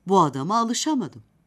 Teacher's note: Orta yükseklikte bir tonda söylendikten sonra şa yüksek tonda söylenir. Ma ve dım hecelerinde ton gittikçe düşer.